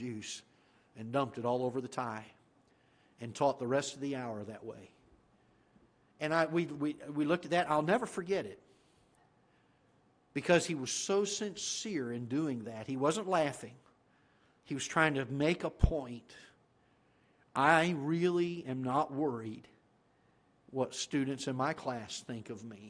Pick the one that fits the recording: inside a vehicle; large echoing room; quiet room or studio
large echoing room